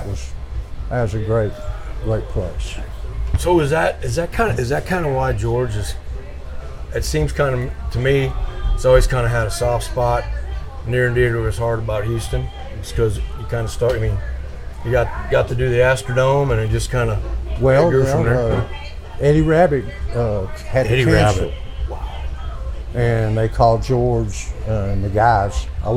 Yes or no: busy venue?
yes